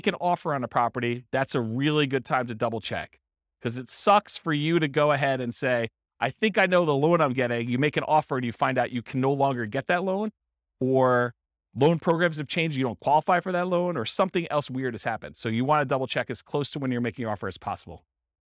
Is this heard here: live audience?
yes